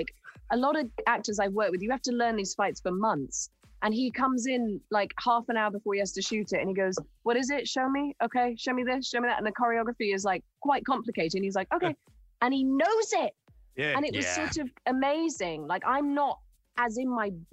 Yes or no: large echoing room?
no